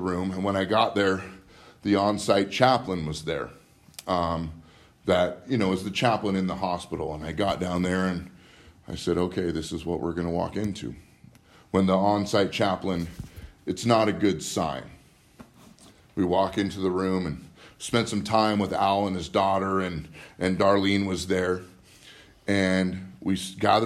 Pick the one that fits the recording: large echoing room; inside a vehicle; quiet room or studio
large echoing room